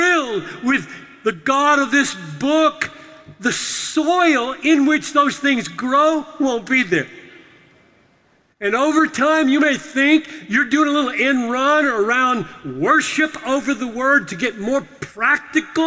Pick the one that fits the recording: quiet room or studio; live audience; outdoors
live audience